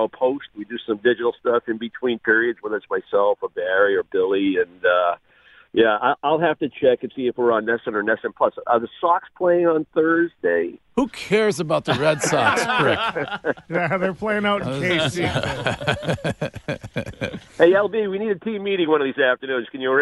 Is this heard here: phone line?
yes